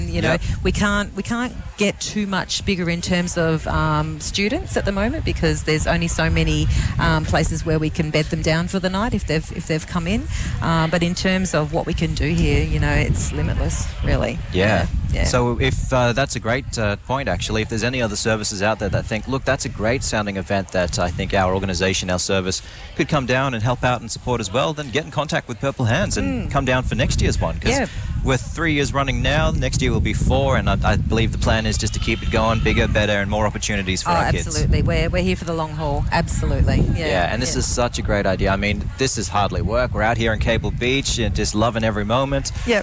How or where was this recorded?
outdoors